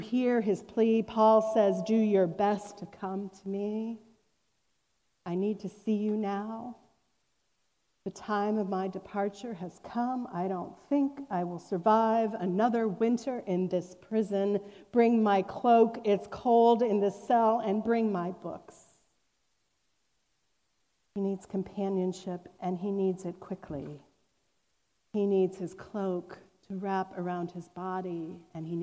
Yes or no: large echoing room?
yes